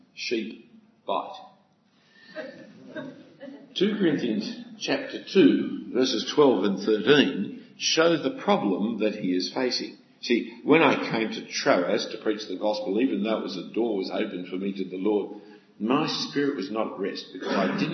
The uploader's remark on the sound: A talk given at an FIEC (Federation of Independent Evangelical Churches) Conference for Ministry Workers in 2014.